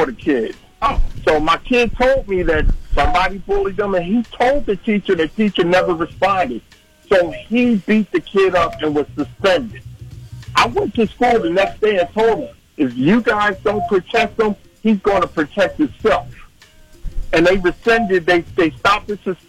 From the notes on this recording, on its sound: Some listeners called in to share their teaching methods.